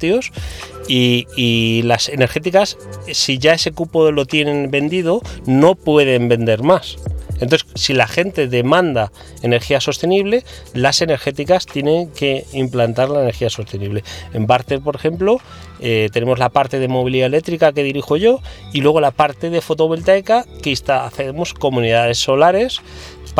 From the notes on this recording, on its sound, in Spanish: Escucha esta entrevista grabada a bordo del nuevo EX30.